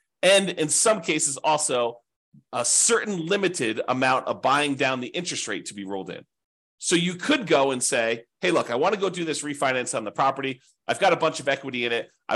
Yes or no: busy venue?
no